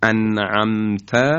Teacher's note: نون و میم ساکن در فضای بینی هستند. · Term: غنه